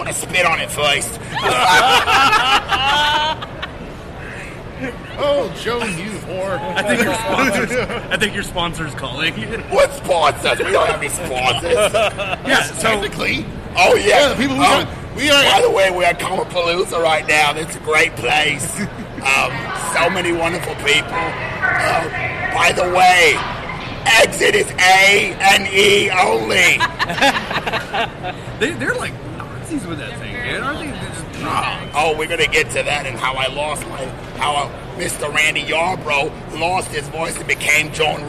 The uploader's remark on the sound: live at COMICPALOOZA from the con floor